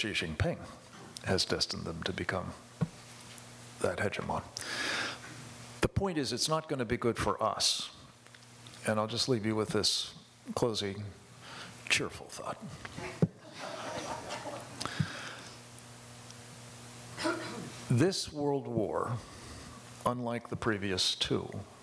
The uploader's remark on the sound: In this special episode, you'll hear a live panel. At the David Horowitz Freedom Center's annual Restoration Weekend event.